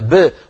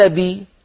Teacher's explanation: الباء ساكنة مقلقلة ب وليس بي · Shown in: first take